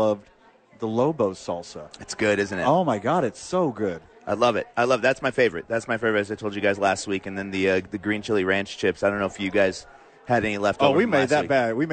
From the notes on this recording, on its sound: live from Sadies!